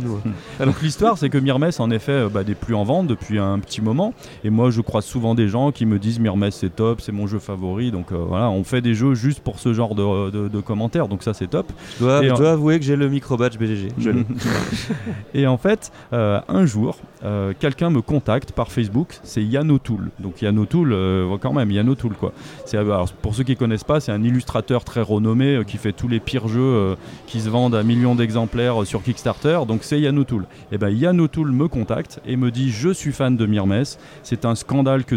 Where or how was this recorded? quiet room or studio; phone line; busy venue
busy venue